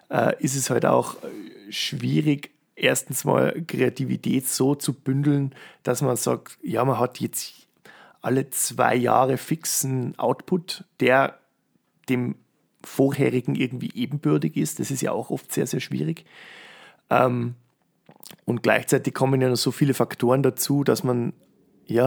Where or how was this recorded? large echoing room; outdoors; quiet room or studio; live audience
quiet room or studio